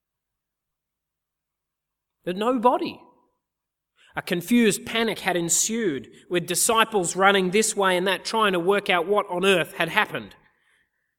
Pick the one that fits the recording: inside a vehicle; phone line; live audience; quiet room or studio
live audience